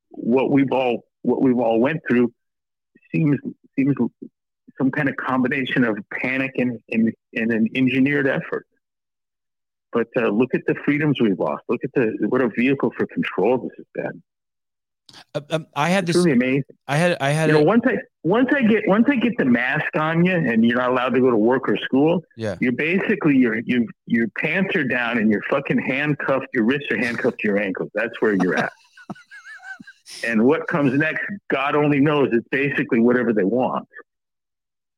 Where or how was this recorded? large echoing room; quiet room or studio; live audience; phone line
phone line